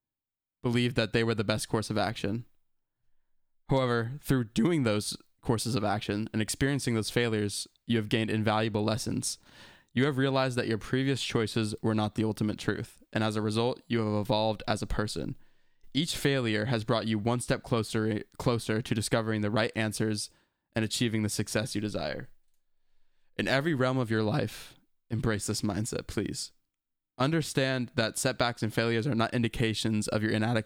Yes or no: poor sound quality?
no